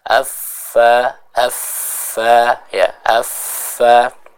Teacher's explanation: Batnu syafah ya, perut bibir, artinya bibir bawah tapi yang bagian dalam bertemu dengan gigi seri bagian atas. Ini adalah tempat kita mengucapkan huruf fa